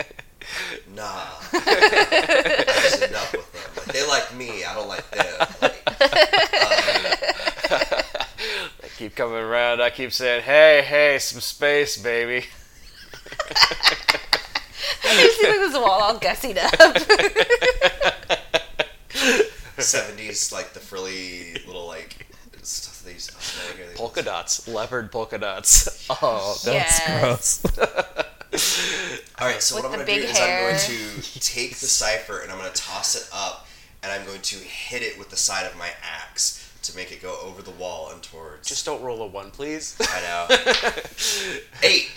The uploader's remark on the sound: We had a little bit of background noises that were difficult to edit out do apologize.